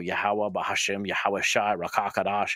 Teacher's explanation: they've basically made the vowel sounds, almost all of them, be the ah sound